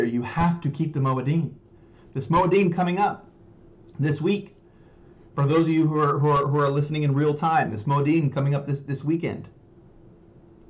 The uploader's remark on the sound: Sorry about the sound we are having microphone trouble